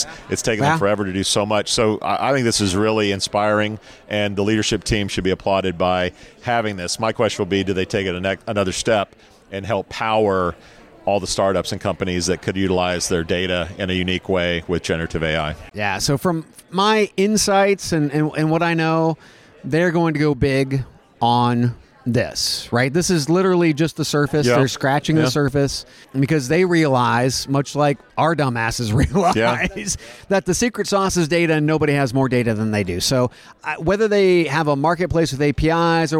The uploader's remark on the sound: The boys are live from TA Week in the Qualifi booth dropping more commentary from the world of work.